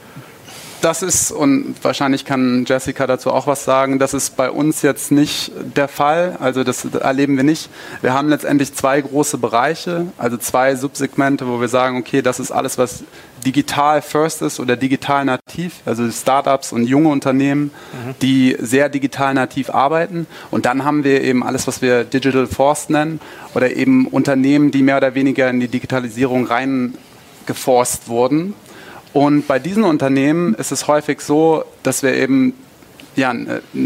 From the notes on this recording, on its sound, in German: Live von der BEX20.